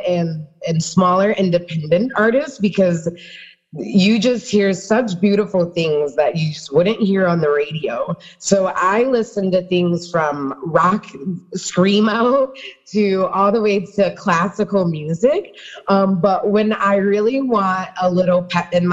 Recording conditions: video call